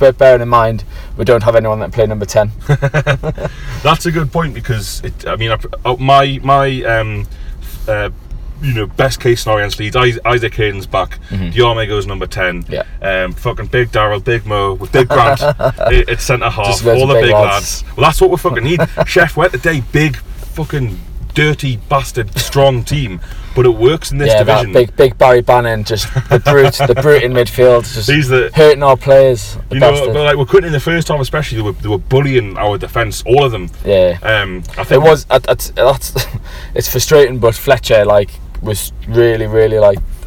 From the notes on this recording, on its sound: join you from a car park outside of Hillsborough